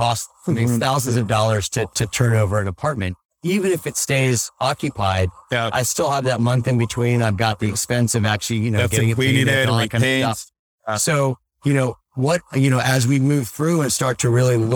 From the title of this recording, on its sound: LIVE at Optech